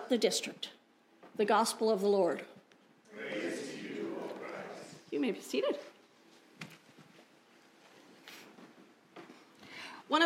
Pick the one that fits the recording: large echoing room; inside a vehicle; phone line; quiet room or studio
large echoing room